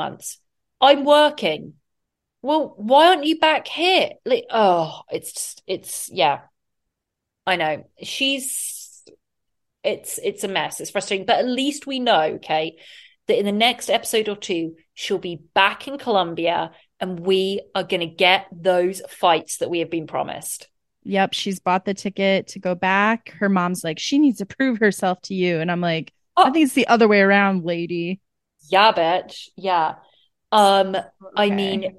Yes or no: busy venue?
no